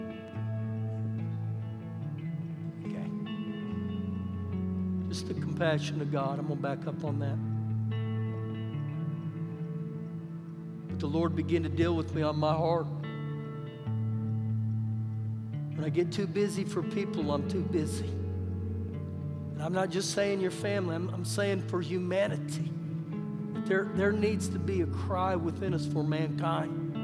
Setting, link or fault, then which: setting, large echoing room